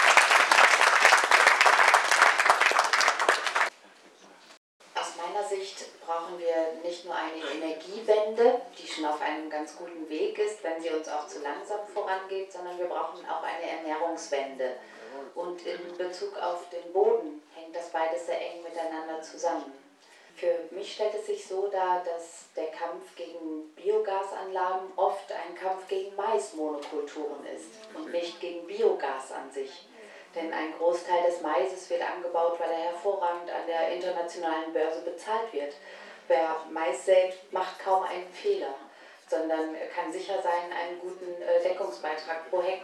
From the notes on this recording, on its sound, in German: Demo Hannover 10.Nov.2012, Teil 4 a - Talkrunde in der Marktkirche. Stellungnahmen und Fragen aus dem Publikum.